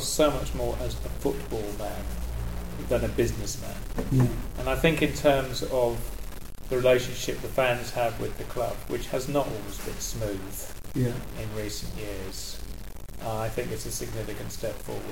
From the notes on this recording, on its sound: Apologies for the background noise which is due to an issue with our recording equipment.